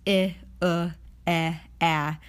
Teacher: If you try to think of words that end with these sounds, you literally cannot find any, and that's because these vowels are laxed, so they are more relaxed, and thus they have to be in between consonants